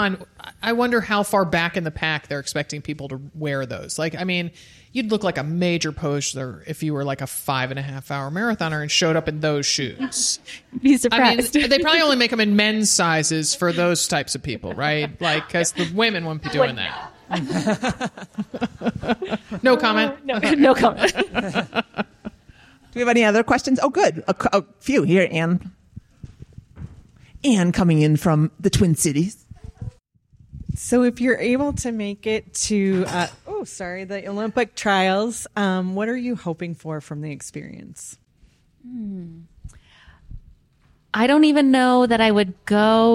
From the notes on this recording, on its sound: Live w/ a P.T. from the Central Oregon Retreat. This recorded-with-an-audience episode.